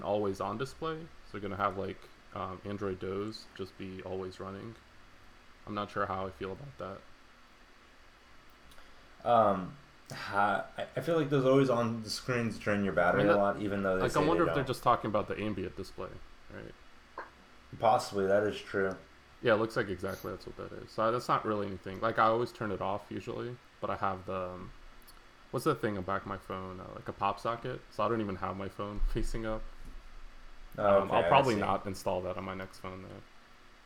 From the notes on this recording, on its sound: We need to find a new place to host our podcast. This week is a little rough with audio quality.